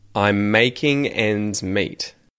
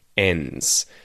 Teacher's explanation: So when we have a word that ends with N-D-S, the D gets dropped and it's just N-S. The sound is an N-S.